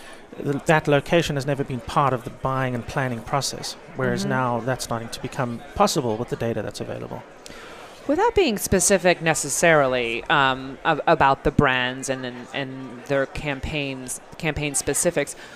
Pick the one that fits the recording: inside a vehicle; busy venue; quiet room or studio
busy venue